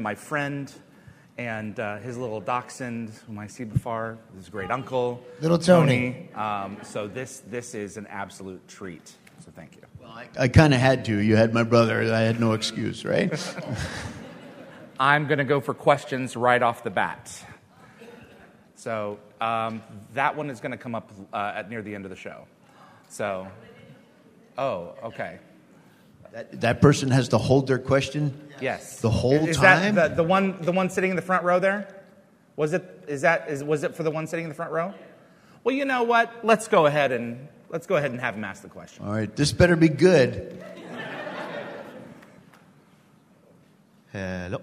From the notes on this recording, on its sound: Please note, as this was a LIVE, on-site event, this episode is not optimized for an audio podcast.